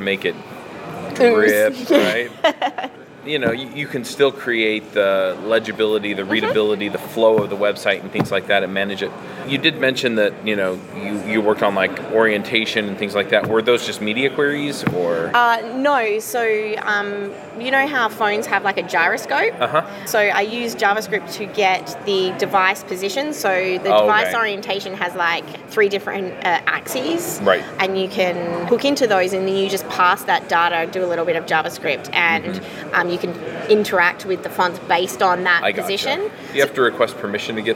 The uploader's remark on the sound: React Round Up at JAMstack Conf SF 2019